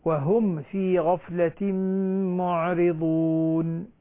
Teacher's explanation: ما فيها غنة، فيها إظهار شفوي